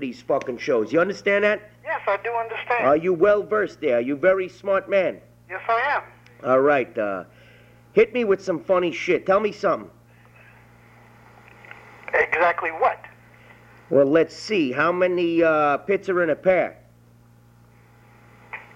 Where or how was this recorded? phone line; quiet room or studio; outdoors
phone line